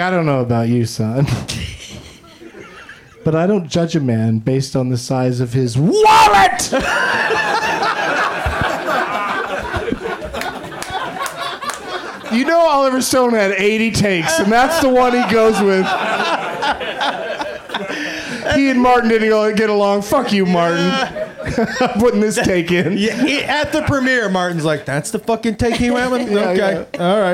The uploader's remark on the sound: Live from the UCB Franklin in LA